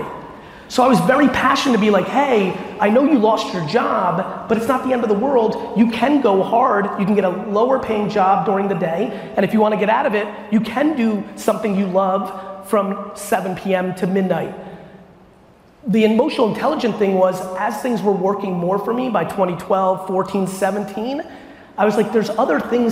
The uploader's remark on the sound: live Q&A I gave in Las Vegas